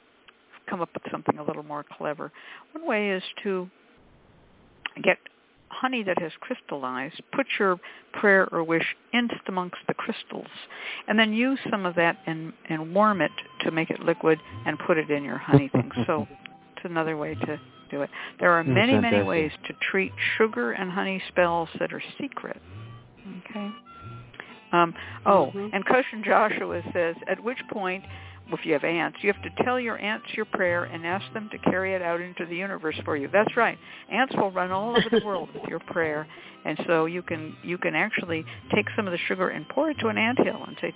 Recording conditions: phone line